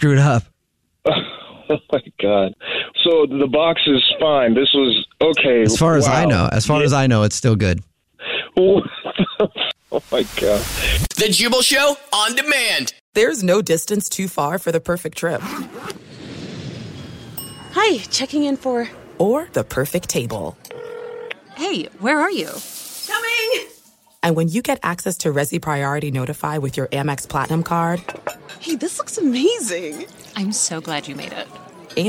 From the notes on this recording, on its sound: Phone Prank